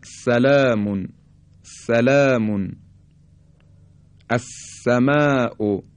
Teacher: حرف سین بدون ارتعاش تارهای صوتی به صورت خیلی ساده تولید میشه